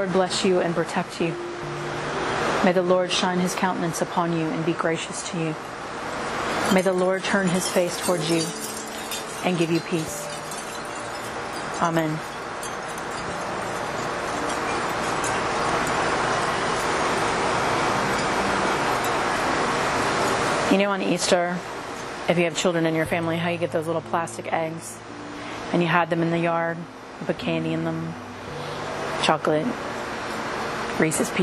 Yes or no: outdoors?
yes